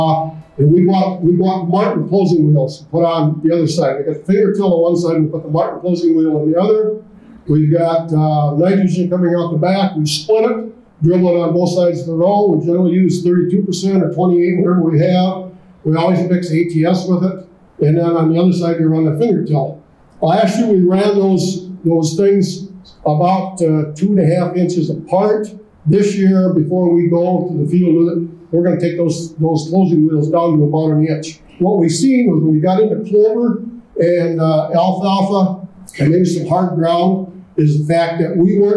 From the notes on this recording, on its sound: listen to a presentation from the Soil Management Summit in Alexandria, Minn.